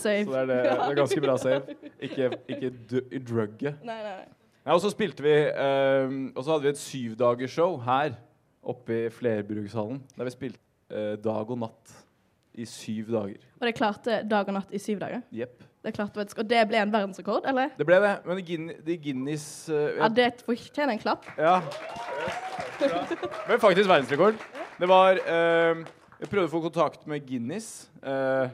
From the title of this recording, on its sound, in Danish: Live på Novafest